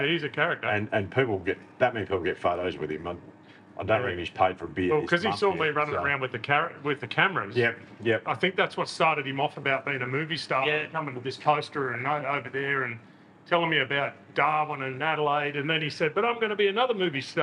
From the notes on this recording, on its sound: Recorded literally at the bar of the Transcontinental Hotel , Oodnadatta. PUBCAST - Transcontinental Hotel, Oodnadatta. Recorded literally at the bar of the Transcontinental Hotel , Oodnadatta. This is a light hearted chat between a few lads at the bar.